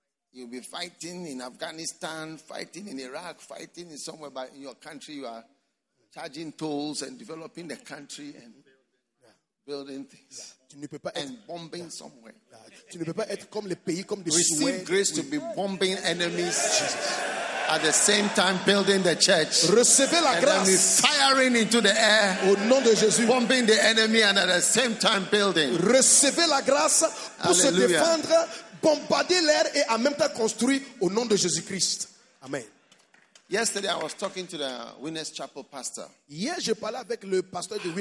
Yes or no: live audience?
yes